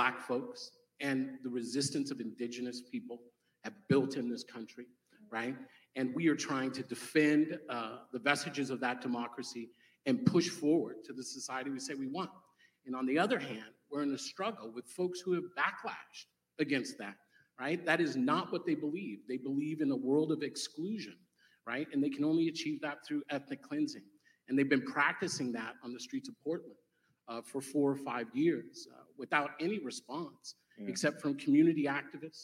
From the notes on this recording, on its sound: LIVE from Portland. Had the pleasure of sitting down in person with BLM activist and journalist.